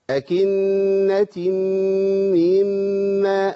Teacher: عندي غنتين ورا بعض لازم اضبطهم وافصل بينهم، ما ينفعش اقول اكنه ما كده، جبت ميم واحده بس، أكنة مما، أحيل الكسر بإسقاط الإيه؟